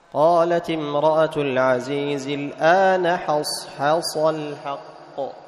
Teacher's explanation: فأحافظ على استفال الحاء وهكذا على تفخيم الصاد، ولا أجعل استعلاء الصاد يطغى على ماذا؟ على استفال الحاء